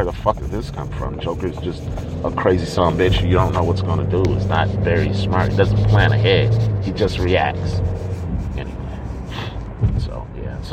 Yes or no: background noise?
yes